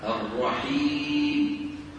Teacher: الميم من جملة الأخطاء التي تحدث عند نطق الميم بتر صوتها عند الوقف عليها حتى تكاد تسمع باء